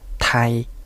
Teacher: 息を出しながら平らな声調でタイとすればこれは国名のタイ · Term: 有機音